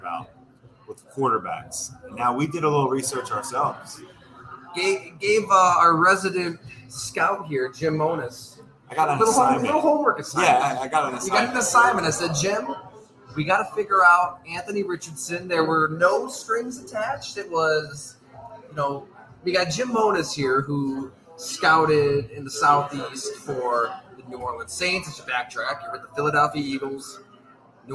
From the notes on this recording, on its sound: We engage in a hearty debate live at Fattey Beer's Orchard Park location.